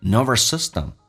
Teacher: 两个 s 发一个就可以，变成 nervous system · Term: 连音